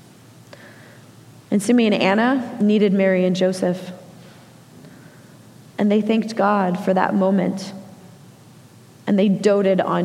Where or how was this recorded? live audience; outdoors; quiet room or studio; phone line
live audience